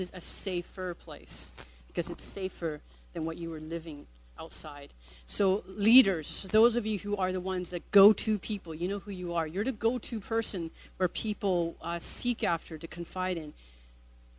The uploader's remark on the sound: Recorded on August 20, 2017 at THRIVE Church Richmond, Canada